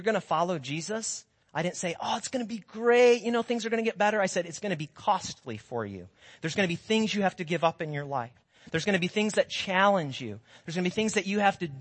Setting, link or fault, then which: setting, large echoing room